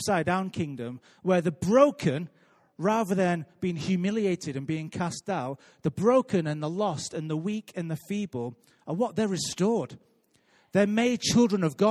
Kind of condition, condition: setting, live audience